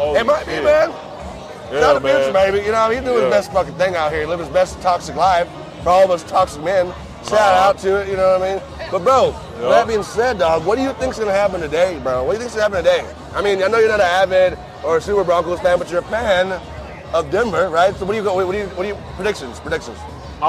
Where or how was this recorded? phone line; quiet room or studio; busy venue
busy venue